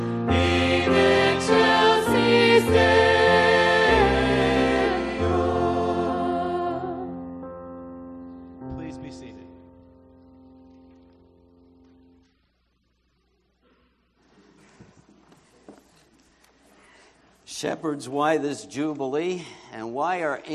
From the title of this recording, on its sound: Christmas Eve Candlelight Service